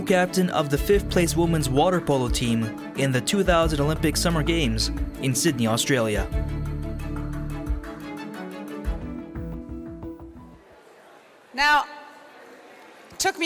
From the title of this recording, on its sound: Recordings from the 2022 Siksika Health Fair